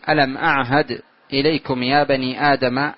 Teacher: أعهد الهمزة والعين والهاء من مخرج واحد هو الحلق